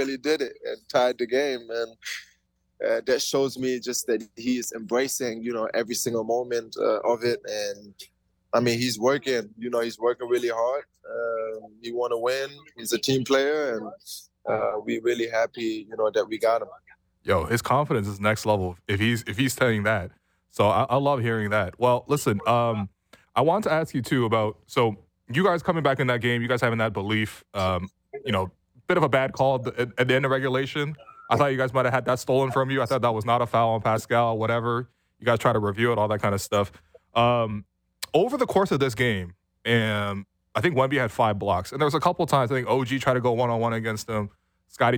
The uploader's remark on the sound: Live from the team bus.